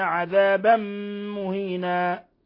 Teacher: عذابا مهينا إضغام بغنة لوقوع الميم بعد تنوين الفتح. ثم مهينا إذا وقفنا عليها نقف عليها بالعوض، مد العوض بالألف، مهينا مقدار حركتين فقط.